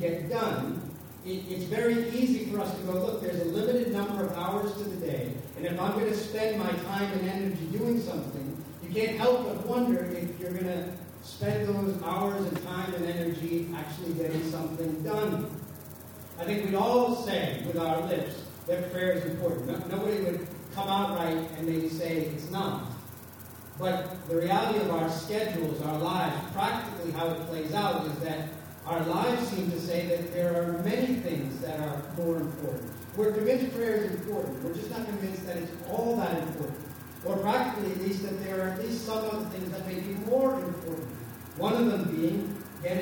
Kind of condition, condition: fault, poor sound quality